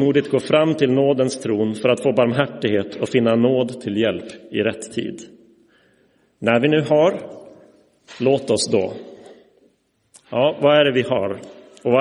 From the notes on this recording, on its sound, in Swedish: Inspelad i Roseniuskyrkan den 18 februari 2024.